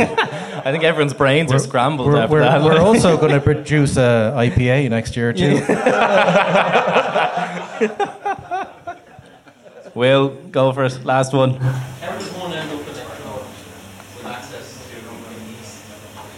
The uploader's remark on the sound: Live at The Circular. We hosted this live event in The Circular in Dublin 8. This is Part 1 of the recording of the event.